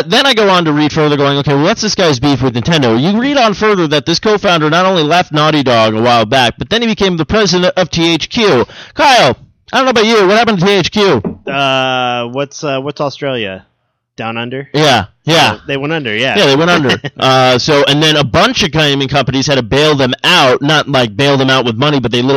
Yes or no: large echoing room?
no